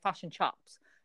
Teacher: It's like the Kiwis who don't have the I. It's just all U's.